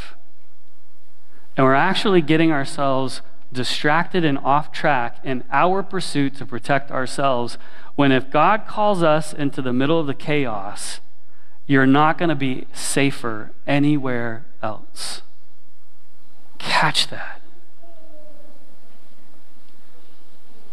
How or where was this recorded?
large echoing room